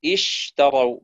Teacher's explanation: يجب أن يكون فيها جريان للنفس جريان للصوت وفيها تفشي فيها صفة التفشي انتشار الريح داخل الفم